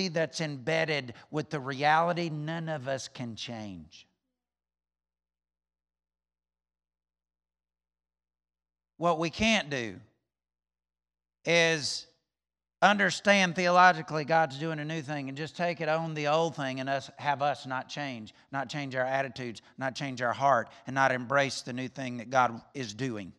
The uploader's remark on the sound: recorded on Sunday, May 9th, 2021, during service at The Anchor Church in Rockport, Maine.